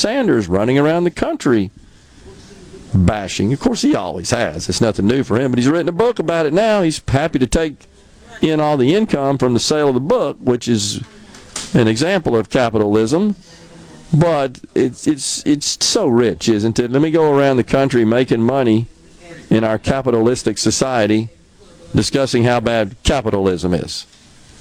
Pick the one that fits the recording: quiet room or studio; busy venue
busy venue